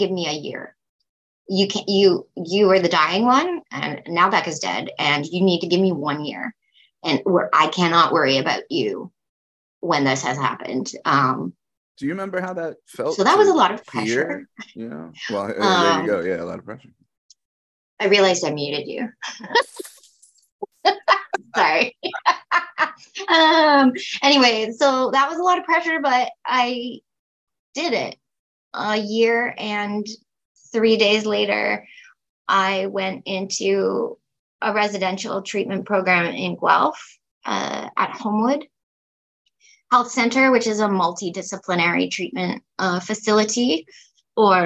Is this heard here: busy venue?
no